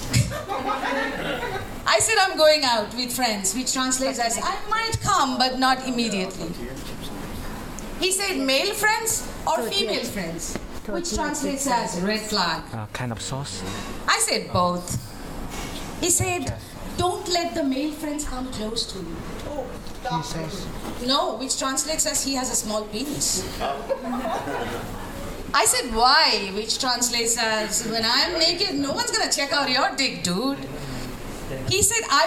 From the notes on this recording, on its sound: Live at One Night In Saigon. (Comedy Show).